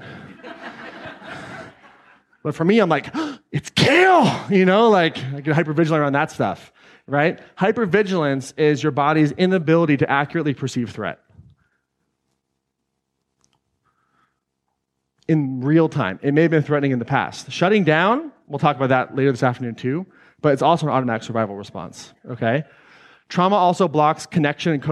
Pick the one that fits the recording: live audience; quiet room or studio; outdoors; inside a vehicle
live audience